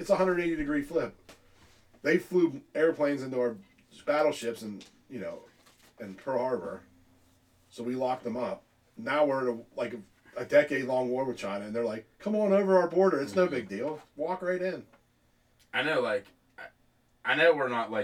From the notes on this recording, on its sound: There will probably be a problem with the recording.